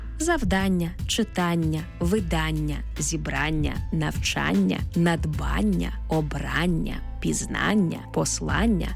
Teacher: Іменники, які утворилися від дієслів та закінчуються на «ання», здебільшого мають наголошений звук «а».